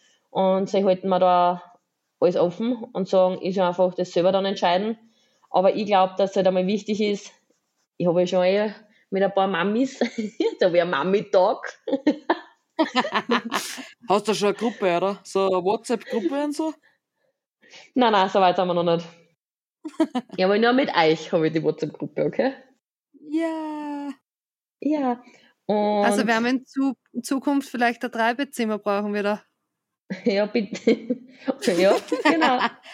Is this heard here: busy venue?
no